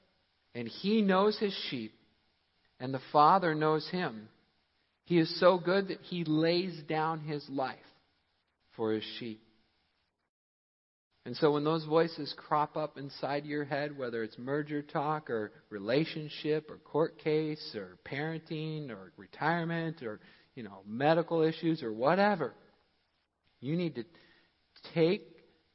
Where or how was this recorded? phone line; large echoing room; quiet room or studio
large echoing room